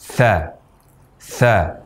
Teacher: Huruf tha kita ucapkan dengan mempertemukan antara ujung lidah dengan ujung dua gigi seri atas.